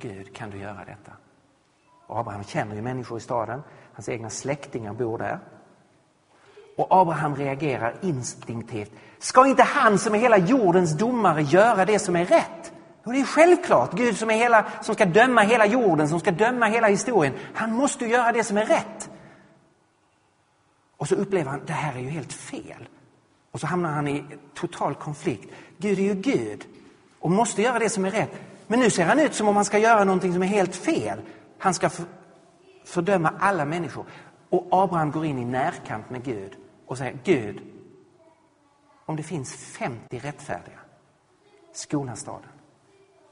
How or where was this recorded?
large echoing room